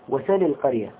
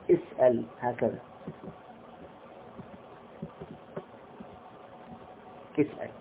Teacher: الآن لاحظوا، اسأل هكذا، اسأل، حركة السين السكون والهمزة مفتوحة. يقولون إن حركة الهمزة نقلت إلى السين، فلما نقلت إلى السين حذفنا الهمزة · Shown in: first take